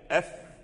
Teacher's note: الفاء يخرج من الشفة السفلى ورؤوس الثنايا أف، والباء كذلك من الشفتين، فهما من الحروف المتقاربة في المخرج. الفاء يخرج من الشفة السفلى وأصول الثنايا العليا ورؤوس الثنايا العليا